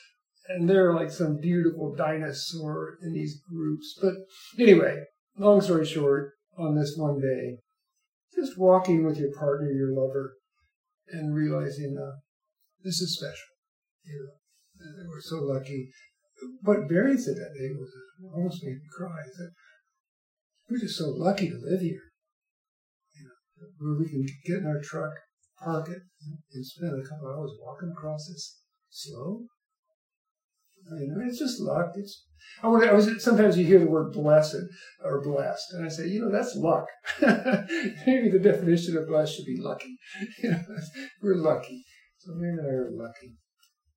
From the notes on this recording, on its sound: I am moving (within Tucson) and somehow lost my recorder. I apologize if the sound is off at all.